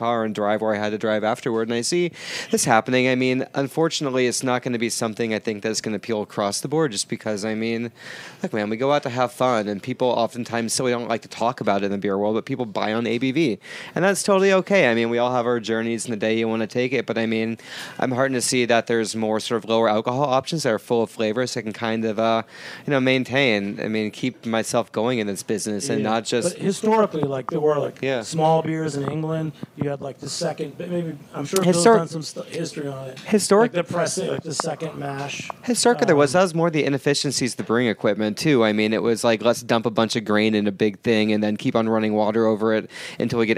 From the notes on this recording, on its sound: Recording at Top Hops Beer Shop. Some of his early supporters are around the table as well.